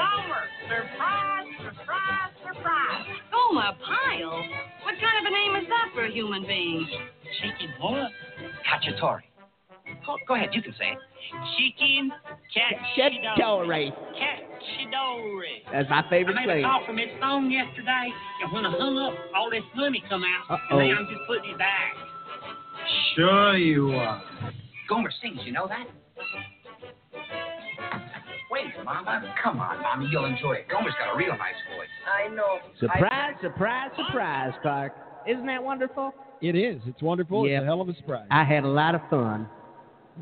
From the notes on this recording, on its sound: Live At The Sports Attic. The phone lines are open and call in's are welcome.